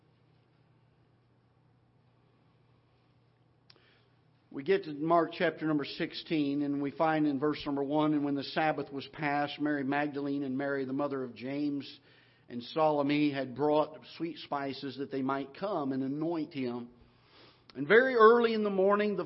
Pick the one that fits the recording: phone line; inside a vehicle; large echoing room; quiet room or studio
large echoing room